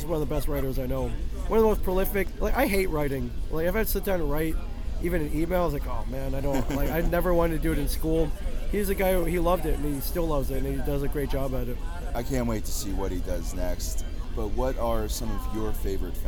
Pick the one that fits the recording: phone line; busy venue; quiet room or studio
busy venue